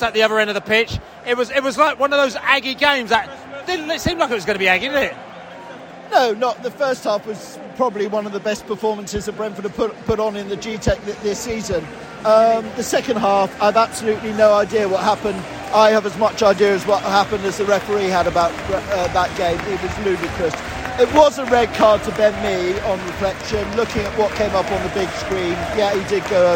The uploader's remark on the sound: post-match podcast from the stands